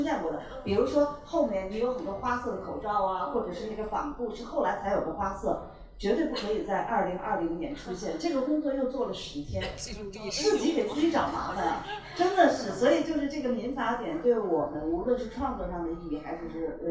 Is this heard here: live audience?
yes